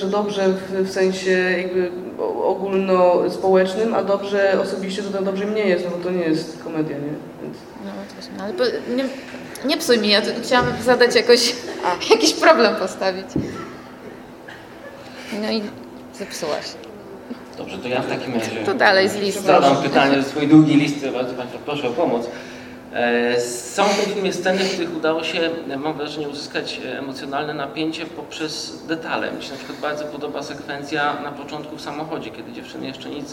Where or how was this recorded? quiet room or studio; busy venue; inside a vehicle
busy venue